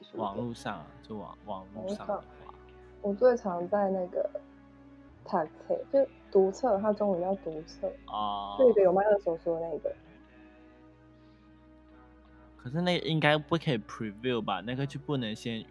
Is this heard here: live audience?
no